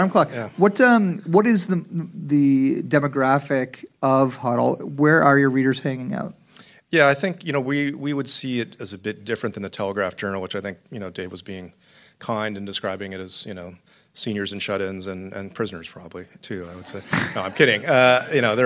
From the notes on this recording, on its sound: As part of our Boiling Point Process live event in December 2018 in Saint John, New Brunswick, we invited four sets of guests to join us on stage for live recordings of The Boiling Point.